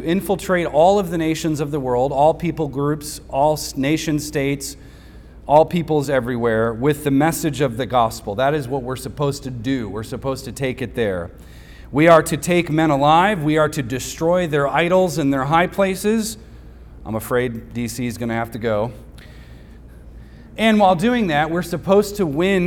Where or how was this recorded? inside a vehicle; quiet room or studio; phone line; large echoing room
large echoing room